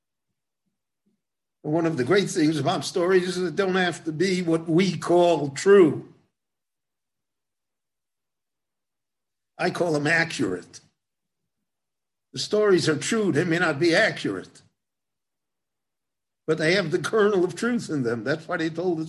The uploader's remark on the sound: Book Launch. This lecture was given in Jerusalem.